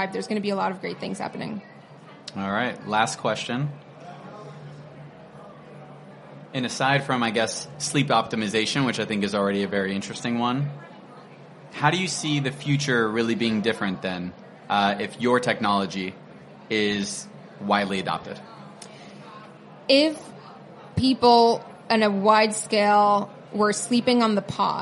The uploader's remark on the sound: This week, we’re sharing another conversation from our series of interviews at the Web Summit conference earlier this year.